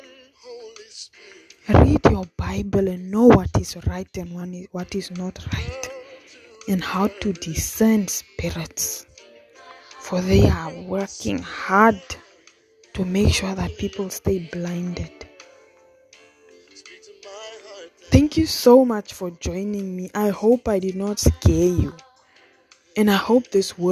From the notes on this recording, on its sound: The recording sound is not the best bit you'll hear every word.